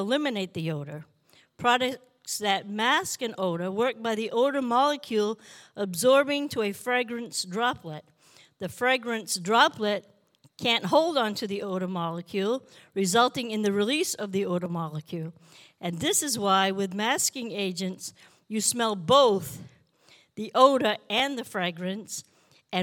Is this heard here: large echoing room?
yes